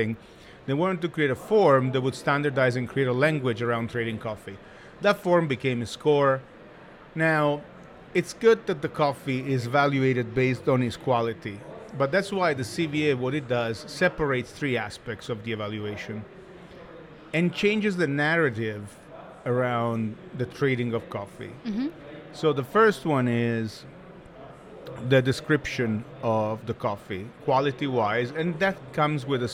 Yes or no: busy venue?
yes